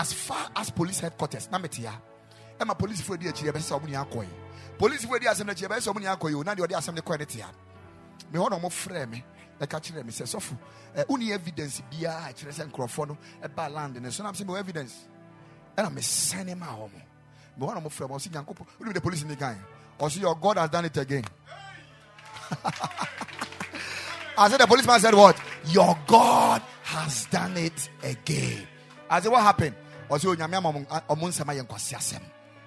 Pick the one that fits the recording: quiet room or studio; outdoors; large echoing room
large echoing room